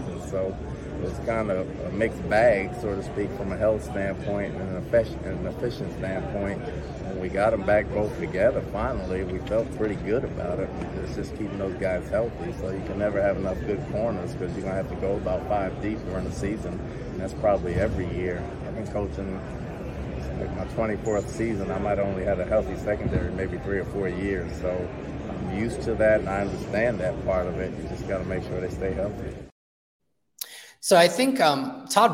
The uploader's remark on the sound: Pewter Report is live from Indianapolis for the 2024 NFL Combine.